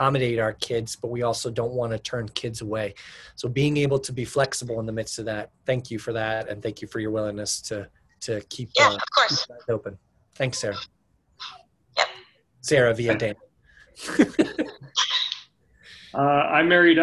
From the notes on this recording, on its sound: This is a zoom meeting we had.